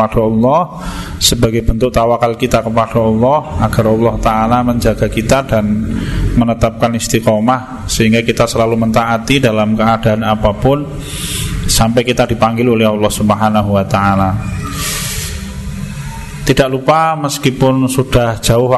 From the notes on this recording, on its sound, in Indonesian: Di Masjid At Tahkim rutin pada hari Jumat selepas sholat magrib sampai dengan isya. Diselenggarakan oleh FKAM Yogyakarta.